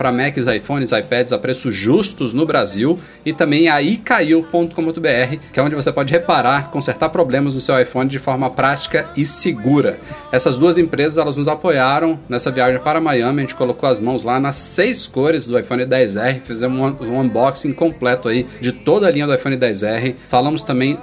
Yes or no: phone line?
no